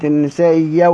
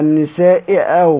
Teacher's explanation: وأبدل الهمزة الثانية ياء خالصة وحقق الأولى · Shown in: first take